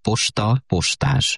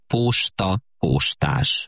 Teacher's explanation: Nagyon sokan rövidóval mondják, posta, postás. De valóban sokaknál az az ó megnyúlik · Shown in: second take